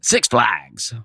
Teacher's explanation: the emphasis is supposed to be on six